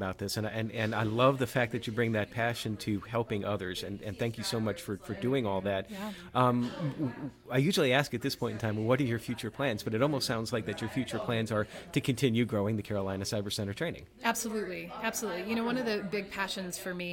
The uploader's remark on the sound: Recorded at RETR3AT Cyber Conference Montreat College September 23, 2022.